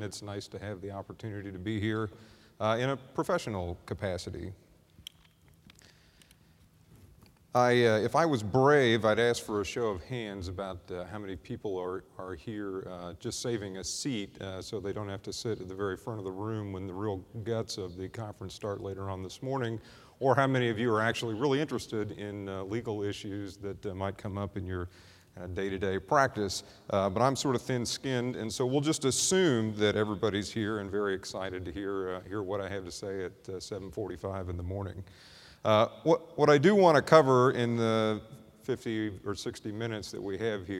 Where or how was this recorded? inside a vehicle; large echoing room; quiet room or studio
large echoing room